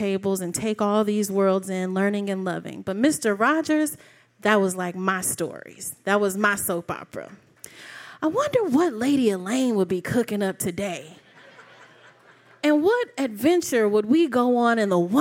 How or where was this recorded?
live audience